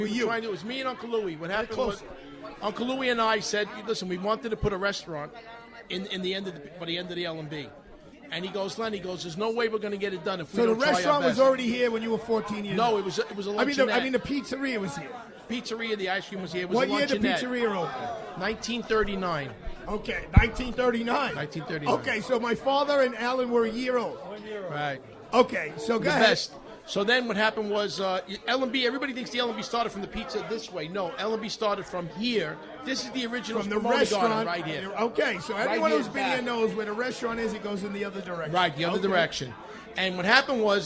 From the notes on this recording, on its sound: Live Broadcast from L&B Spumoni Gardens , Bensonhurst, Brooklyn, NY. Live Broadcast from L&B Spumoni Gardens , Bensonhurst, Brooklyn, NY.